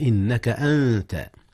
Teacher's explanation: أخفي النون قبل التاء إذ هي من حروف الإخفاء